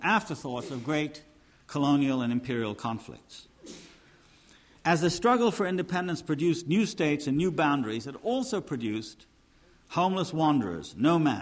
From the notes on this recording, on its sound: Conference at York University, Toronto (1993).